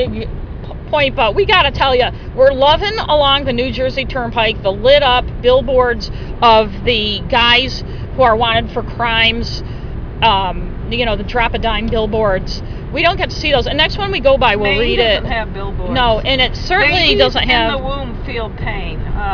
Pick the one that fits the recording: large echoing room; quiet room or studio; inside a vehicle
inside a vehicle